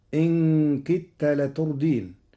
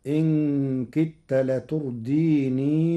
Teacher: قرأ ورش كلمة لتردين وصلا بإثبات الياء · Shown in: second take · فيقرأ إن كدت لترديني ولولا.